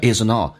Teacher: Isn't got all,这边有一个连音。通常跟我们想象的连音是不一样。Isn't all.很多人不懂什么叫 isn't all,就是 NT 组合把 T 去掉用 N 进行连音叫 isn't all